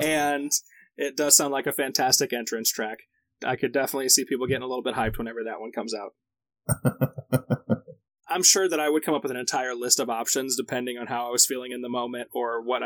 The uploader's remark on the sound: The lower audio quality (that's the last time we experiment with a recording service called "Cleanfeed").